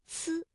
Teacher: 舌尖要抵住上齿背，阻碍气流，然后舌尖稍稍的离开，让这个气流从窄缝当中挤出，摩擦成音